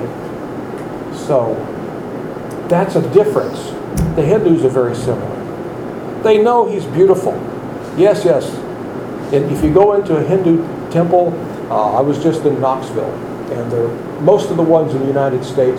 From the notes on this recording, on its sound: Recorded lectures from accross the USA, London & India.